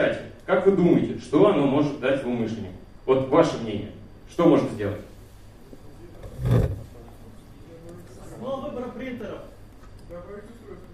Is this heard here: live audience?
yes